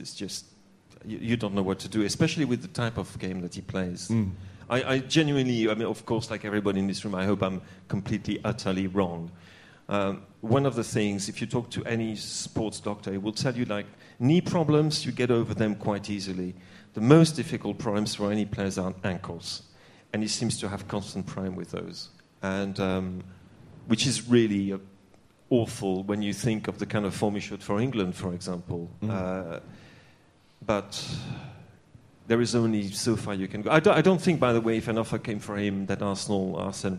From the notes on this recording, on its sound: Live from The Garage. This week's Arsecast Extra was recorded last night at The Garage Highbury & Islington. A live audience.